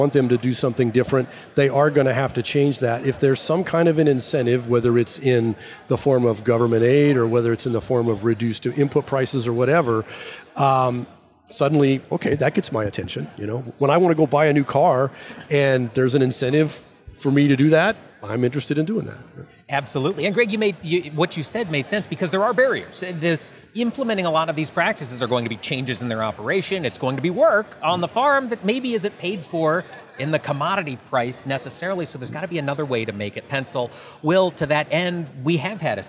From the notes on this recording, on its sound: Around the Table at Commodity Classic 2023. Live on the floor of the 2023 Commodity Classic in Orlando, FL.